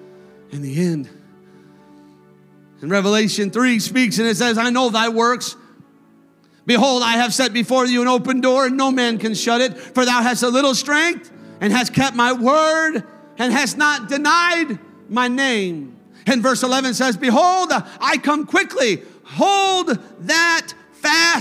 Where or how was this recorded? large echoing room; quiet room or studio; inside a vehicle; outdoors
large echoing room